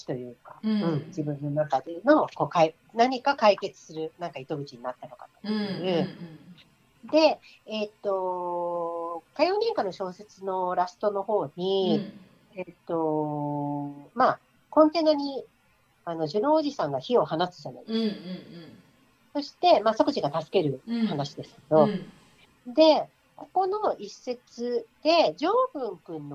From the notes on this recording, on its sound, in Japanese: 今回はリモートでの収録となっているため、聴きにくい箇所があるかもしれませんが、ご了承いただければ幸いです。